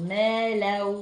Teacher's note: ادغام التنوين اللي وراه واو يبقى ادغام بغنى